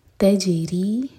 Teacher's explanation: جیم پر قلقلہ، ری باریک اور دو حرکت لمبا مد طبعی